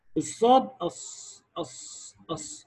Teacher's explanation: وأقوى تلك الحروف، وقلنا يا جماعة لما بنقول أقوى يعني أكثر وضوحا، الصفة أكثر وضوحا في الصاد. ليه؟ لأن فيها استعلاء وإطباق. ثم الزاي لأنها مجهورة فيها جهر، ثم السين أقل الحروف في صفة الصفير لأنها إيه؟